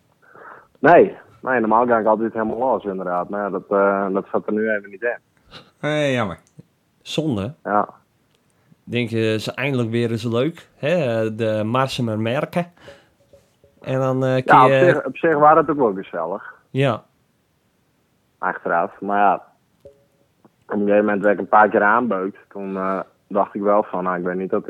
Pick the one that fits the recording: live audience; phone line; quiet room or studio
phone line